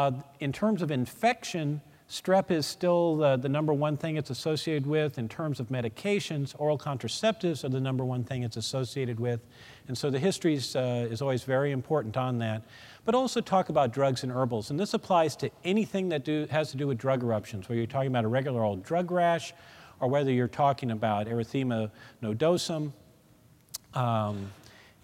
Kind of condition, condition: setting, live audience